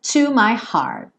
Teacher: esse T aí do final, provavelmente ele vai desaparecer, porque esse heart fica um tempão nesse som A